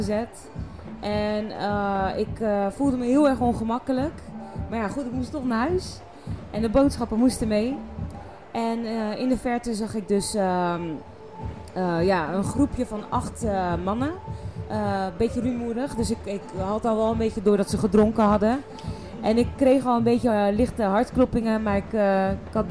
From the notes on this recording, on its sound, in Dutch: Mediateam Against Violence heeft een podcast opgenomen bij het Dance Festival.